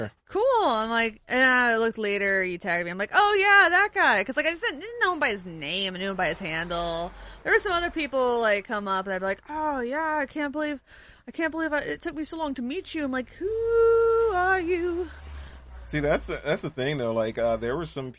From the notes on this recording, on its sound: This week's episode takes place on the porch at Fanny's House of Music in Nashville, TN. Recorded in the great outdoors.